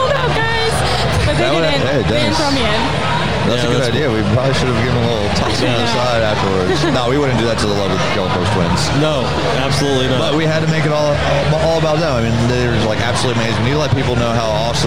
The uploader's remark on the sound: Join us for this very special LIVE edition of The Connected By Water Podcast. We were able to sit down at the after party of the world's greatest billfish tournament, the Jimmy Johnson Quest for the Ring! Filmed and recorded at the Seminole Hard Rock Hotel and Casino's beautiful and famous new guitar hotel.